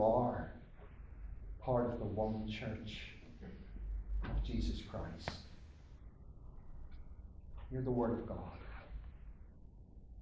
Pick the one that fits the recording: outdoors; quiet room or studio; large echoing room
large echoing room